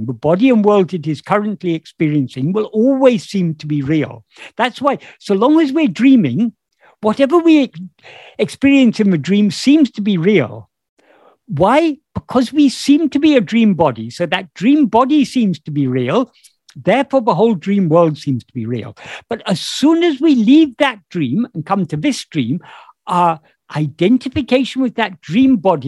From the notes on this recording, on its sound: In a Zoom meeting